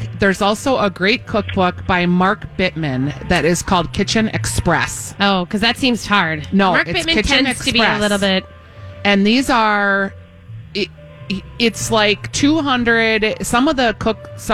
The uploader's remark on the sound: Broadcasting live at Southern Lights bringing awareness to cancer.